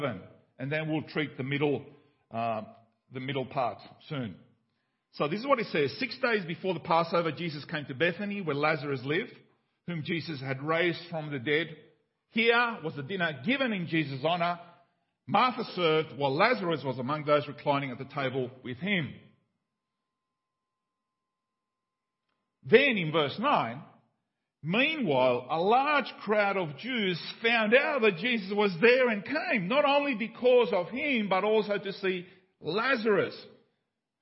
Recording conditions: large echoing room